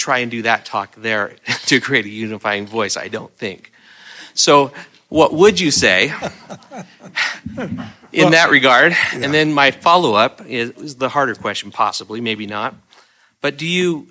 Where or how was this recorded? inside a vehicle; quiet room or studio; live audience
live audience